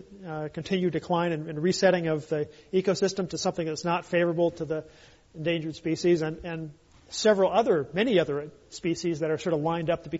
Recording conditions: live audience